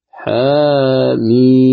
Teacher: الحاء تمدها بمقدار حركتين ولا تزد على ذلك · Term: المد الطبيعي